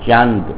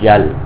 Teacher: ایک آواز وہ ہے جو ناک سے ادا ہوتی ہے اور ایک آواز وہ ہے جو ناک میں لے جائے بغیر ادا ہوتی ہے